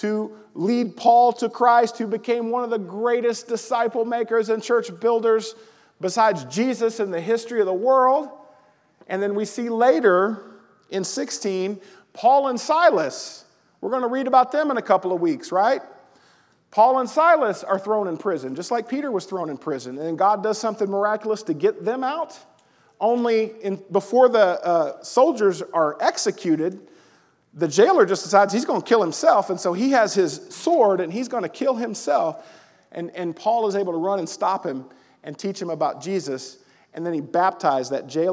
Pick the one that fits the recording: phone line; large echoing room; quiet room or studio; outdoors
large echoing room